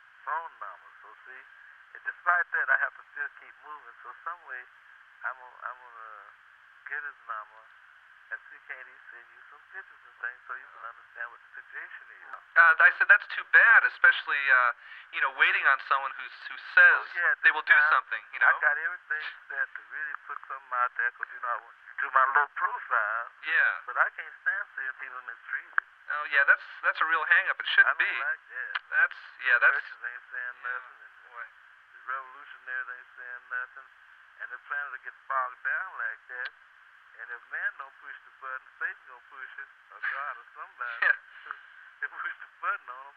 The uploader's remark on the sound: Phone call